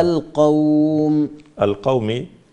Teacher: القوم، القومي، الميم ساء متحركة بالكسر وقفت عليها فسكنتها، قبلها واو ساكن مفتوح ما قبلها، فهذا مد لين عارض للسكون